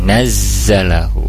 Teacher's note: Kul nazzalahu, kemudian nazzalahu ada zai tasdid, di mana di sana huruf zai memiliki sifat mengalir ya, khawa suaranya. Kemudian nazzalahu ada desisnya gitu ya, ada sofirnya